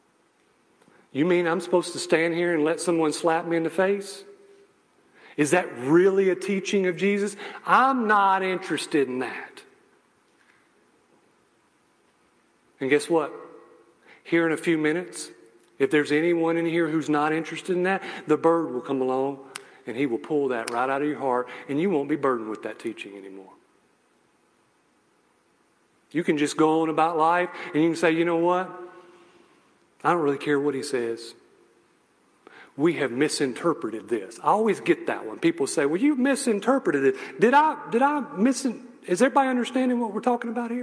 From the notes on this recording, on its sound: message I gave at a local church